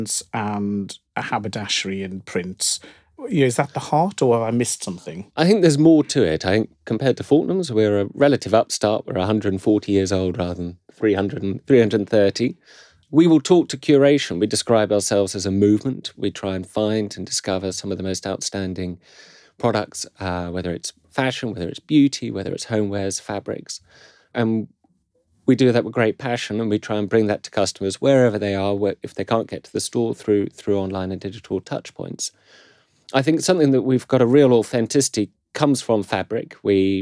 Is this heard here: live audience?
no